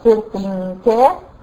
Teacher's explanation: يبقى كلمة فرق عند الوصل فرق ك هترقق ممكن وهتفخم ممكن، جواز التفخيم والترقيق.